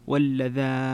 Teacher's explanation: تفرد بن كثير بالمد المشبع واللذان فتكون من قبيل المد اللازم، اللازم.